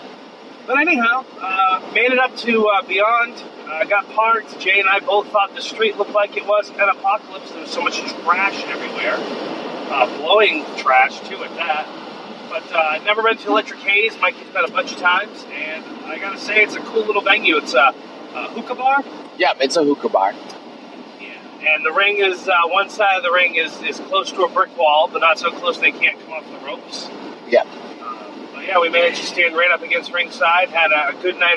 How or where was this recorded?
inside a vehicle